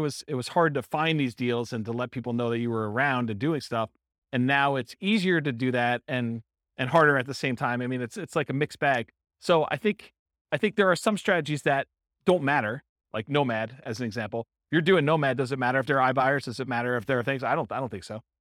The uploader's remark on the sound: This was a live class recorded